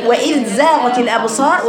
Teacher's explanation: وجب بيانها خشيه الادغام او القلقله باعطائها زمن يسير يجري فيه الصوت اللي هي الرخاوه